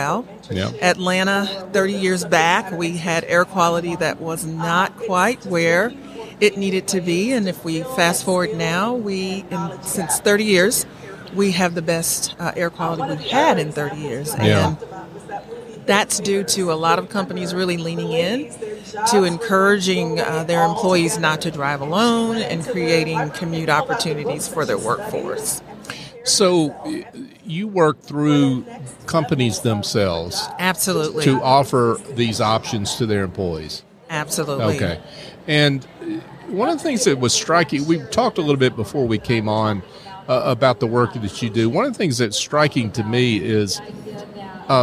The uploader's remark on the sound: LIVE at the Business RadioX® remote at SOAHR 2023